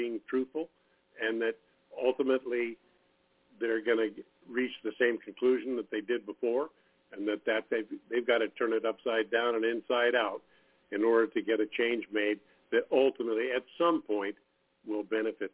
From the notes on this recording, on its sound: TNTSuperfantastic Conference Call